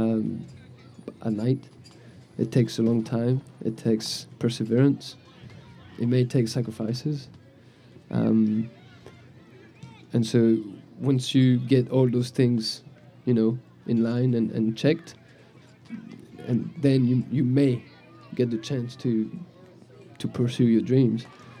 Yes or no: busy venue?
yes